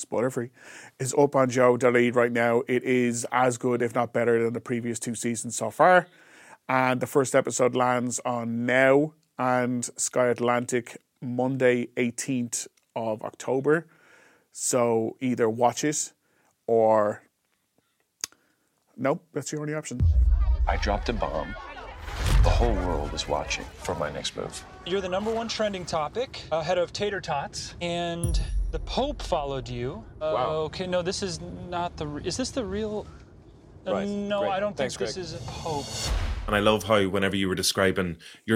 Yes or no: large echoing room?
no